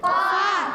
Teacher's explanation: फा अदा होता है ऊपर वाले दांतों के किनारे नीचे वाले होंठ के तर हिस्से से जब लगते हैं तो अदा होता है फा।